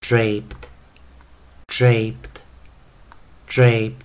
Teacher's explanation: 因为前方是 P，所以会把 D 变成轻音化